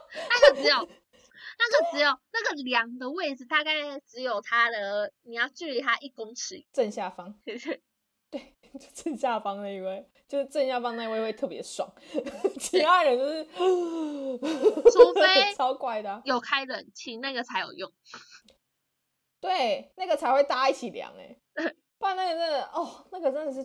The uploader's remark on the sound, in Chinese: 笑聲猖狂請小心音量。超多去不掉的雜音。採用遠距錄音。努力改善音質問題中。